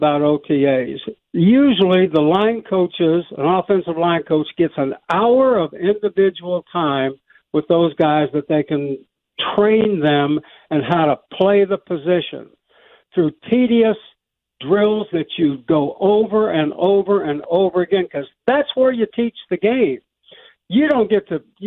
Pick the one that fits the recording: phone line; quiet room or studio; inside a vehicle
phone line